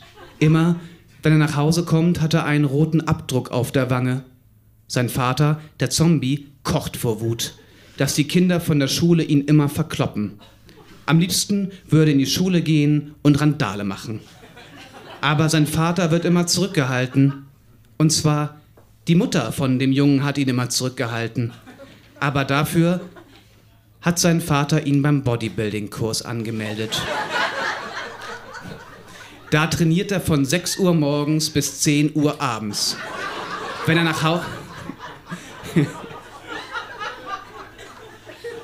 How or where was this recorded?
live audience